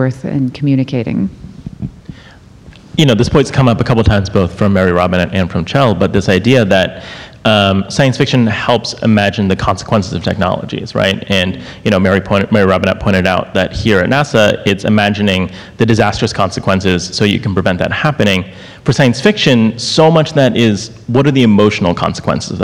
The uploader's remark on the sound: NASA's 60th Anniversary - Live! Houston We Have a Podcast took to the stage.